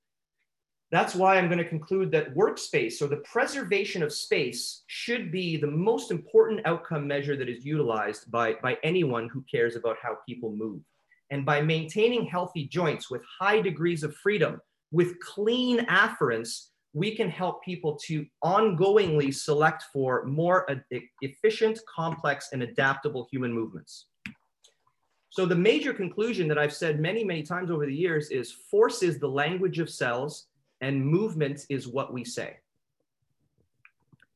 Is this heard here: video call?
yes